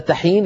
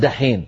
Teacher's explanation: رخوة مهموسة، عفوا لا أقول رخوة، مهموسة، والدال مجهورة أقوى منها، فمع مرور الزمن كأن الناس قلبوا التاء المهموسة إلى دال مجهورة